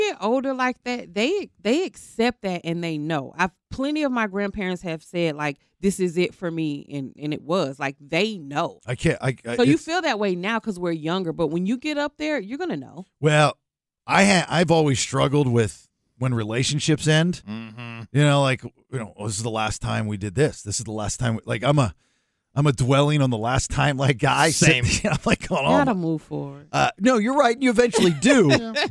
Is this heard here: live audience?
no